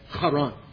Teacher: Sometimes you'll see it in some of the older works spelled C-H-A-R-R-A-N. That's that guttural H that you have to stand back when you say Haran.